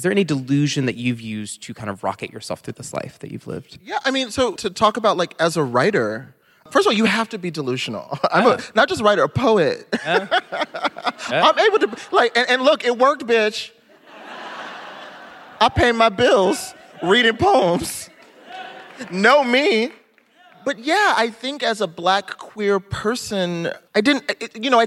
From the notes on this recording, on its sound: Vibe Check LIVE! They answer a few advice questions from the audience.